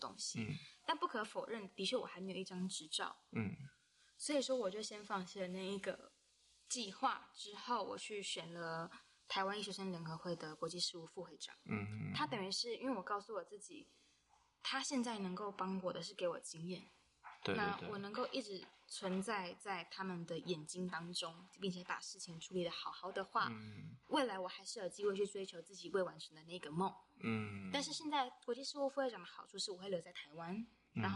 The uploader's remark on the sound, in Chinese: 近期我們收到很多關於聲音品質不足的回饋。可能有時候錄音的地點限制，後製處理如降噪音等後會降低一些聲音。